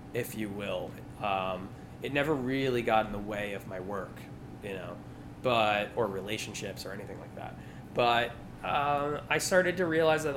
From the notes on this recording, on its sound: This magic took place late night the Sunday before Labor Day, at an official afterparty for North Coast Music Festival.